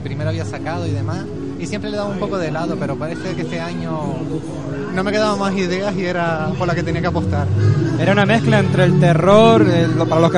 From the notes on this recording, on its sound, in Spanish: Entrevista realizada durante la pasada edicion del Gran Canaria Pride 2015 donde OFC Radio retransmitio en directo la gala y entrevistamos a diferentes Drags y a Cantantes que acudieron al evento.